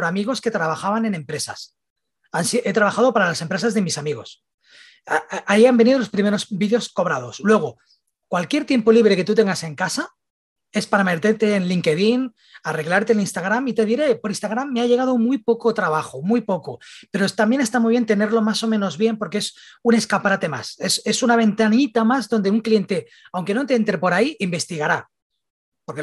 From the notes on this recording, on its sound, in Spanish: Viajamos a Barcelona y nos tomos la segunda parte del café virtual.